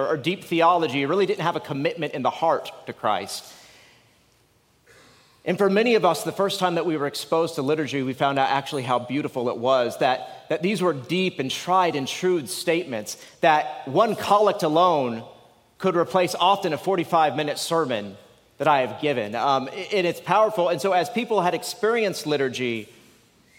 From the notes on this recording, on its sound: lectures given at the 2023 Convocation for the Jurisdiction of the Armed Forces and Chaplaincy®